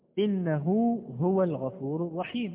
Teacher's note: مد الصلة الصغرى هو جعل ضمة هاء الضمير واوا